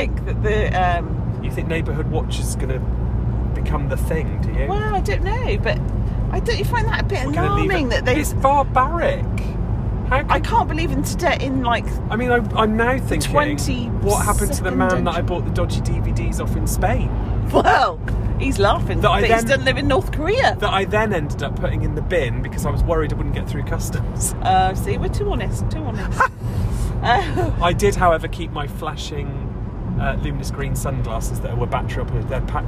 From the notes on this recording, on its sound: This week we are in the car!